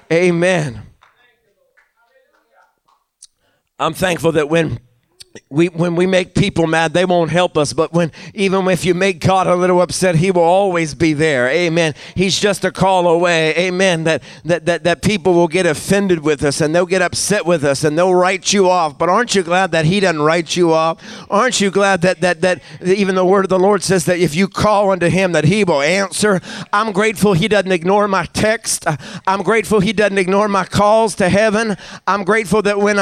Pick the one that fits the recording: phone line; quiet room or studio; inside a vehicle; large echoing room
large echoing room